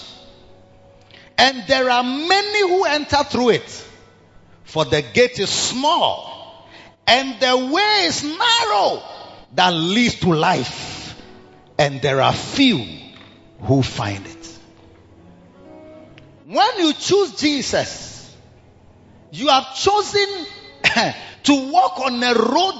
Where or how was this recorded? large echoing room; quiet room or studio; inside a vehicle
large echoing room